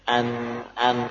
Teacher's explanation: Caranya biasanya dulu kita coba untuk mengarahkan suara yang awalnya di belakang menjadi ke depan dengan melafadzkan huruf-huruf yang memang dekat dengan roh makhrajnya. Mengucapkan nun, an sambil dia perhatikan posisi suaranya di ujung lidah